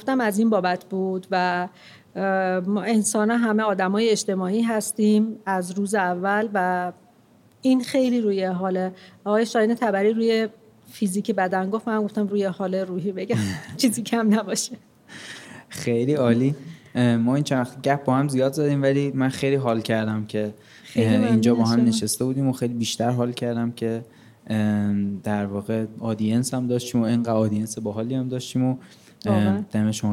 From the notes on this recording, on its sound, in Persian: این اپیزود به صورت زنده ضبط شده و اولین تجربه ما در ضبط زنده بوده